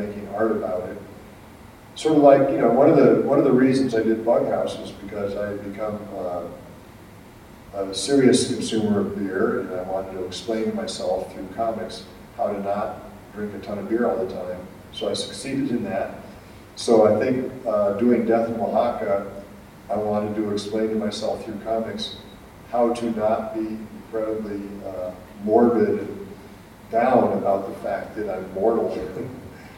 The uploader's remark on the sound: Live at APE 2017